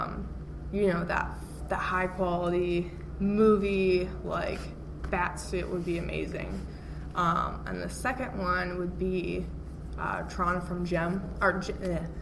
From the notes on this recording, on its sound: At Planet Comic-Con it was noisy, but I think the audio is just right.